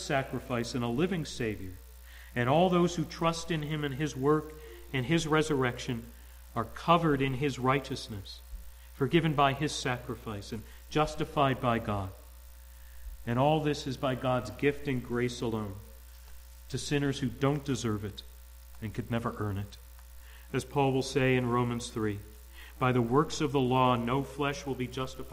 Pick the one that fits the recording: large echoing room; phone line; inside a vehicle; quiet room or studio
large echoing room